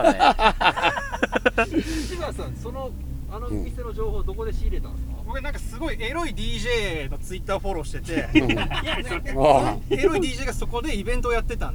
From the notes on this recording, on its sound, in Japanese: 調査のあと、錦糸町の街を歩きながら収録したトークです。